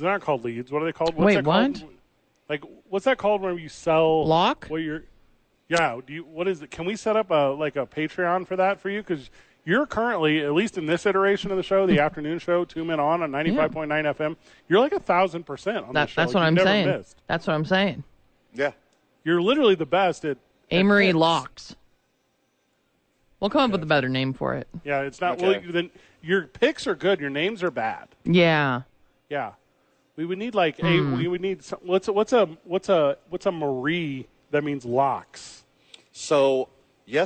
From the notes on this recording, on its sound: live from Red Door Brewery downtown